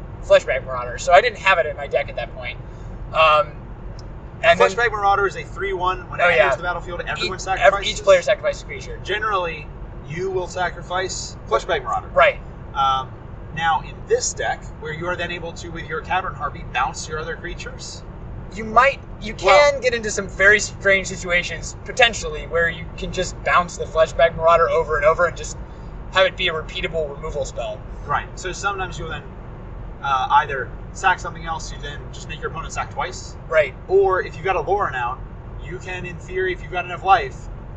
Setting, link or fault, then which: setting, inside a vehicle